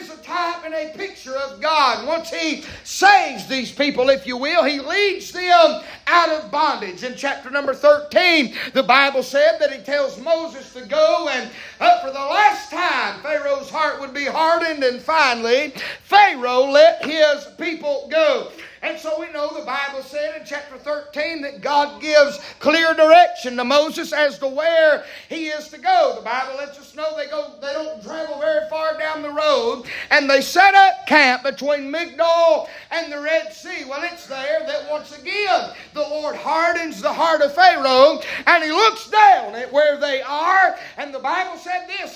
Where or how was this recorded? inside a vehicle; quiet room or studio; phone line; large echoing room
large echoing room